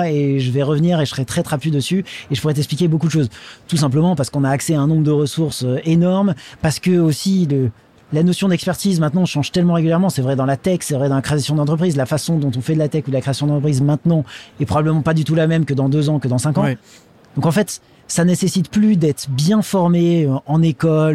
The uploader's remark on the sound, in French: en direct du salon Go Entrepreneurs